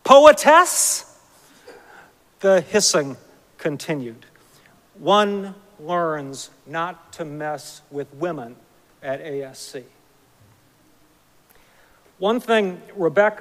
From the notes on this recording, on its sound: Recorded live at Arlington Street Church.